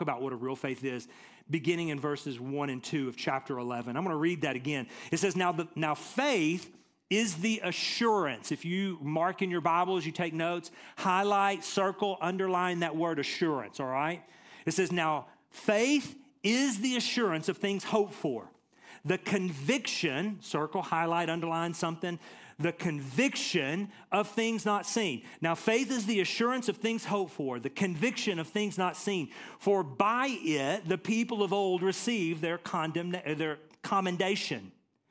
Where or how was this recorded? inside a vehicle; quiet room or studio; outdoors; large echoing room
large echoing room